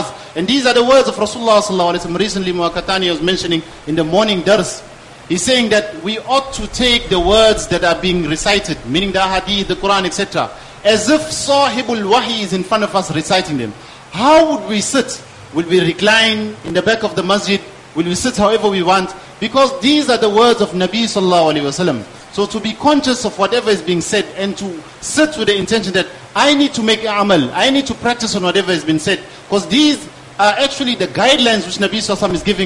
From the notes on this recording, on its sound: Jumuah lecture